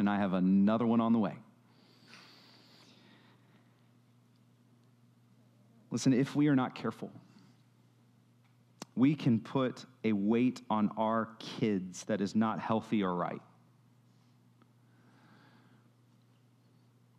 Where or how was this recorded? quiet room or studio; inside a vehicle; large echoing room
large echoing room